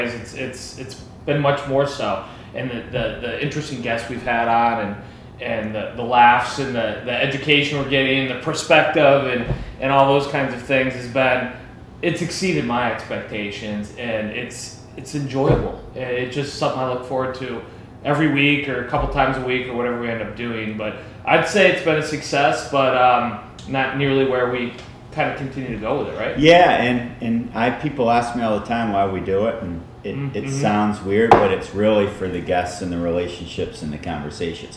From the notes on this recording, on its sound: We recorded live, at the Olney Place.